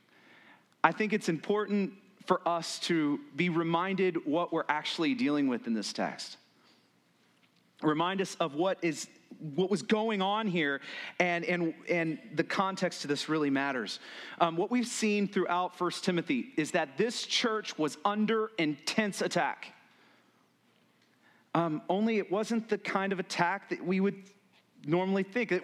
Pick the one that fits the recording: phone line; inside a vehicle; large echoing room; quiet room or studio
large echoing room